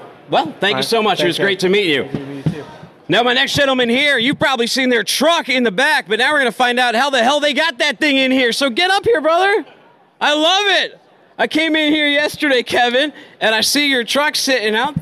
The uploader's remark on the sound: coming to you live from FreightWaves’ Future of Supply Chain in Cleveland, OH.